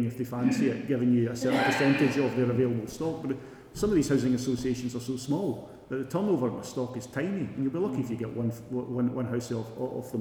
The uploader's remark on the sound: It is a recording of the Govan and South West Morning Star Readers and Supporters Group public meeting.